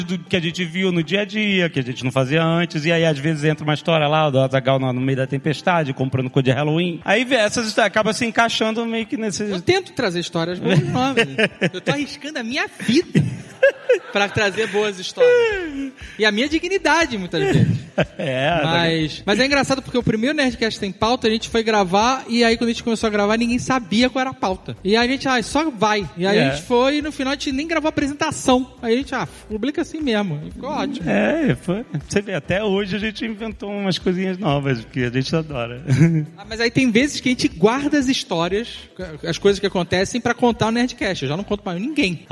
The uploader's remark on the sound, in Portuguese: Ao vivo no Spotify Podcast Festival